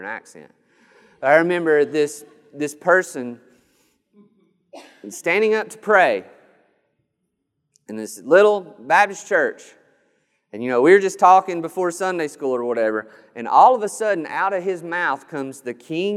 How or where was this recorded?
large echoing room